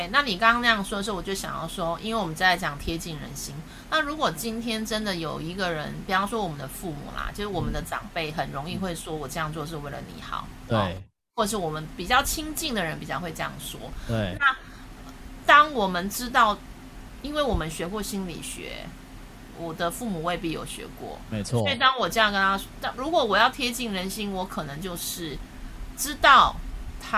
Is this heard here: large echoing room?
no